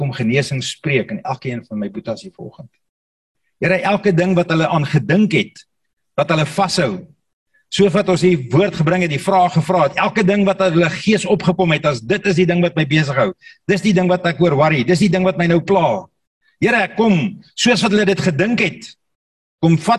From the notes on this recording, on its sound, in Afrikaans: Zoom Byeenkoms 17 Mei 2022